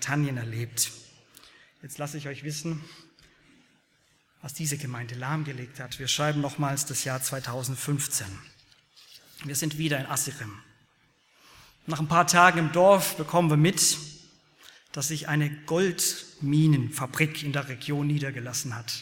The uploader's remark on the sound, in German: aus dem Gottesdienst der Liebenzeller Mission